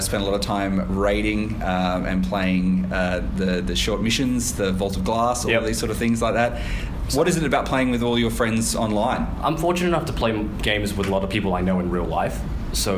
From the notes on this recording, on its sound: LIVE from Perth Games Festival. For this milestone we brought the show to Perth Games Festival 2016 for a live panel!